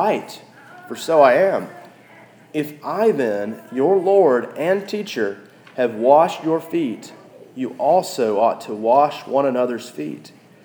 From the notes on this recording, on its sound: This message was preached at our local church, Christ the King (across from the Edge apartments on Classen).